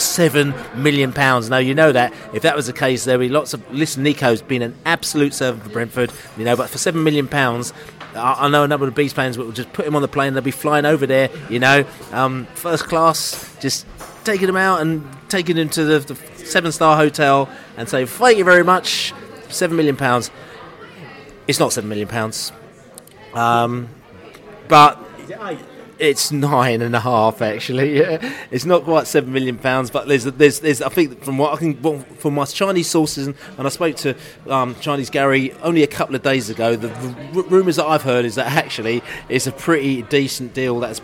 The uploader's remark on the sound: Stoke City Pre-Match Podcast From the Pub.